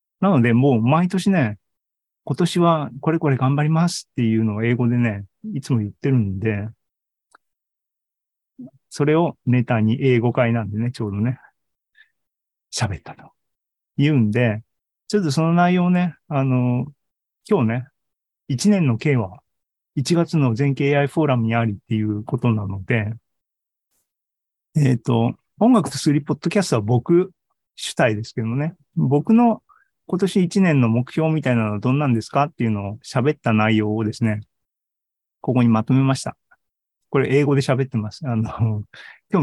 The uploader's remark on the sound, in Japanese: ２０２３年１月２５日に開催した ZOOMライブの模様です。